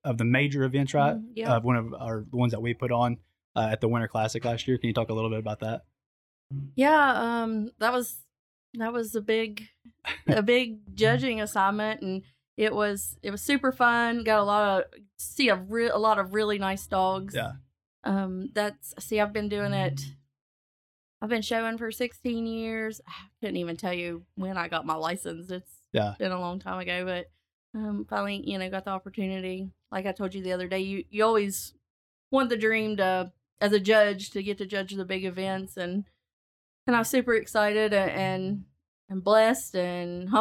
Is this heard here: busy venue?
no